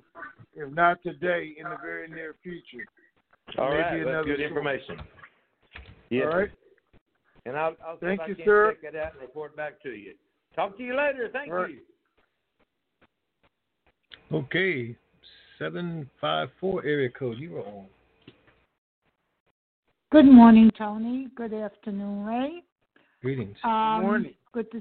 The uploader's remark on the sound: Conference Call